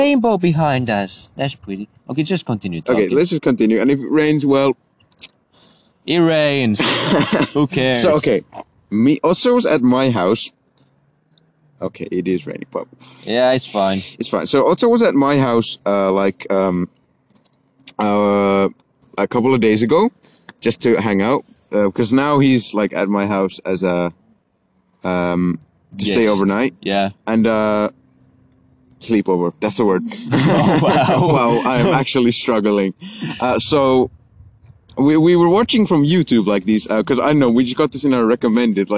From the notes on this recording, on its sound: In this episode we are outside on a friday night rambling as always.